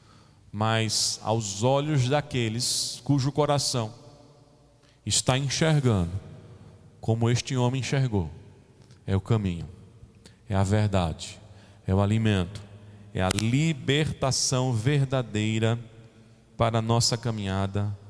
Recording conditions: large echoing room